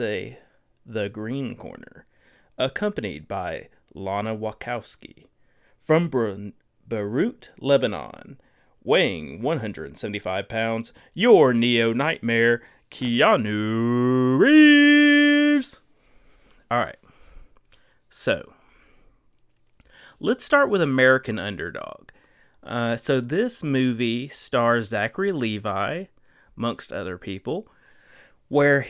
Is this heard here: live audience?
no